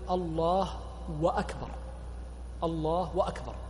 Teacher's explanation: فبعض الناس يشبع هذه الضمة حتى تكون واوا · Term: إشباع الضم